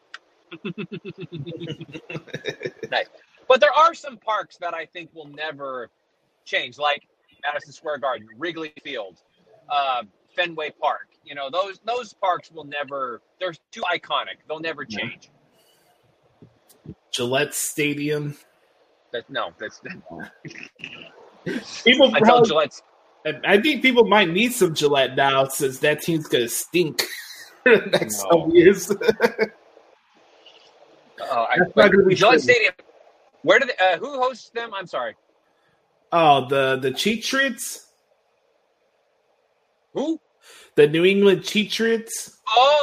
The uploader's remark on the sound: Who was driving back to Louisiana while we're recording this weeks episode, so apologies for any technical issues during the middle portion of the podcast